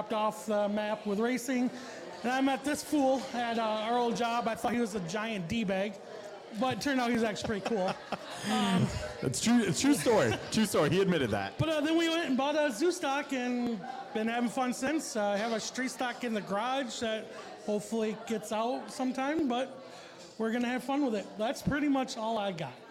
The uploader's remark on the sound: Live from Dave’s BAR. Our first show of 2023 coming to you live from Dave's BAR!